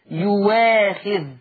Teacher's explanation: يؤاخذ لورش، لان ورش ما يقولش يؤاخذ ابدا في القرآن. ورش يبدل الهمزة ديت واو